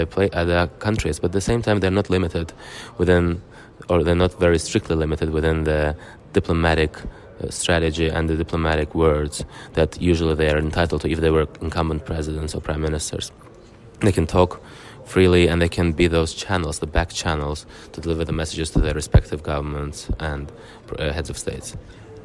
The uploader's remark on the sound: Today we are coming to you from Baku, Azerbaijan, with the first of the two special episodes recorded during the 7th Global Baku Forum.